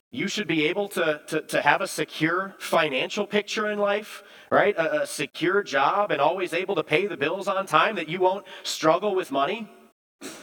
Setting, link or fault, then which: setting, large echoing room